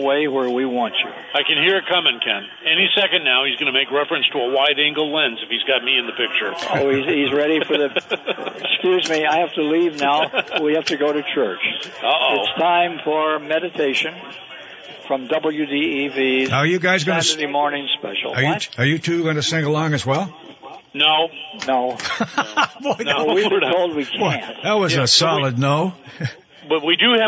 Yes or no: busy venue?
yes